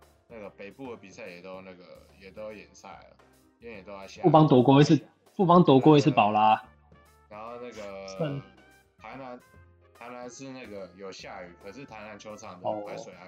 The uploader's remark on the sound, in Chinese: 首次遠距錄音....品質有點差會改進的。因為疫情的關係首次嘗試用遠距錄音的方式。